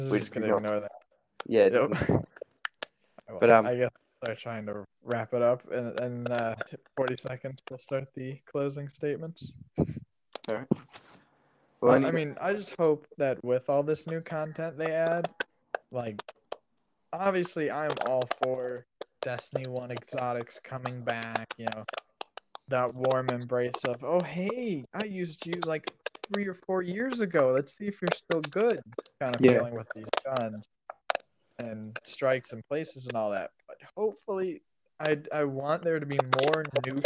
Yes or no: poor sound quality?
yes